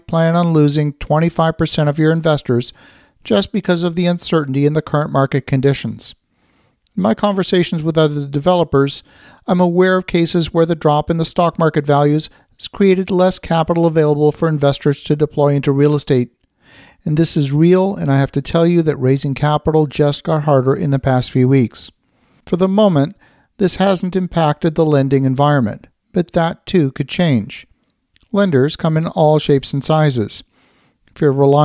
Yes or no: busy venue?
no